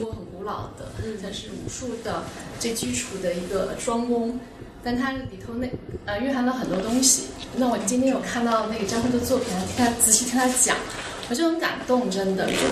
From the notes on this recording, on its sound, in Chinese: 本期为展览「素描之间」开幕对谈的现场录音。操作失误导致的质量不佳，还请理解。